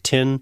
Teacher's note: you'll hear thin pronounced as tin · Term: interdental stopping